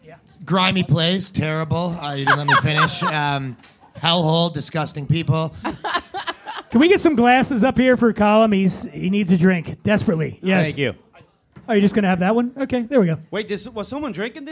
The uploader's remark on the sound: This episode was recorded live at The Stand Comedy Club in New York City. Is joined on stage by comedians.